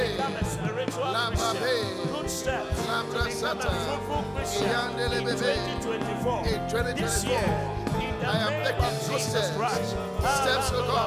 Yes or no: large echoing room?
yes